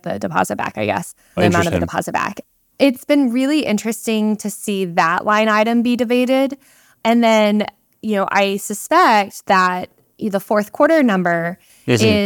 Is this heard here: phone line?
no